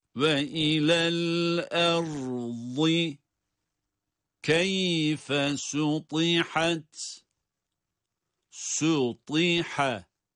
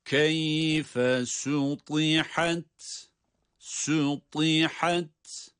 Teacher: Gördüğümüz gibi sin ince, ta kalın, yine sonrasında gelen ha ise ince okunan harfler. Burada öyle yapacağız ki her bir harfi kendi sesiyle kendisine ait olan telaffuzuyla çıkaracağız.